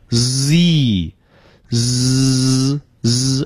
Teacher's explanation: 而英语里呢它不能堵住，一开始呢就露出缝隙让气流出来，所以没有爆破音